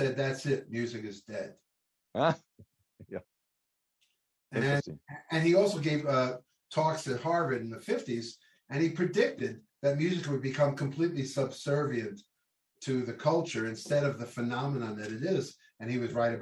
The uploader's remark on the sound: This program was recorded via video conference on February 3rd, 2022 by the Commonwealth Club of California.